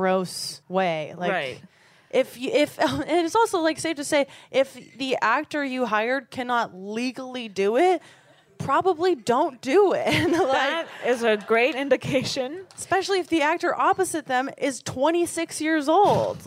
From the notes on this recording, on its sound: On this live episode recorded at San Francisco Sketchfest